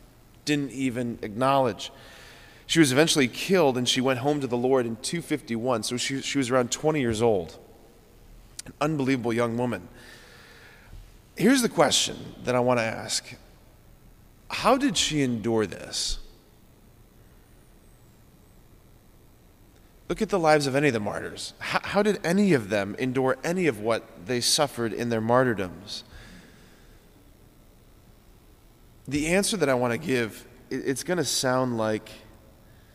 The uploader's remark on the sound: preached this homily on February 5, 2024 at Sacred Heart of Jesus Catholic Church in Wadsworth, OH